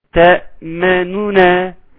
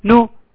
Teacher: النون الاولانيه عاوزينها ثلث نون فتبقى نو · Term: الروم